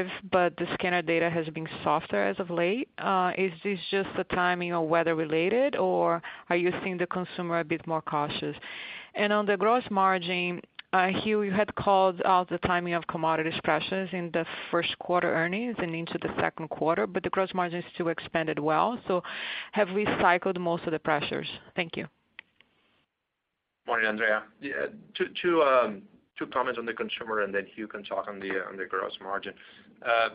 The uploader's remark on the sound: PepsiCo (PEP) Q2 2019 Earnings Call